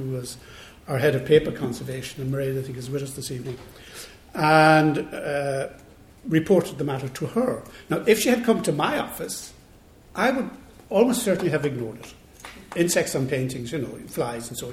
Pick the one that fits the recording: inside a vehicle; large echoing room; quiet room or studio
large echoing room